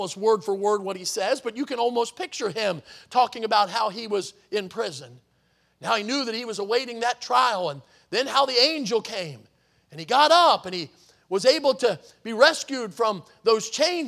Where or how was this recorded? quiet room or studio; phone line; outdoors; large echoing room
large echoing room